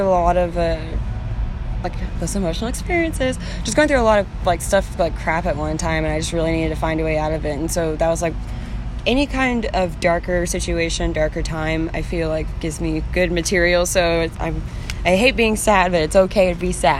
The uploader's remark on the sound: at the Mesa Music Festival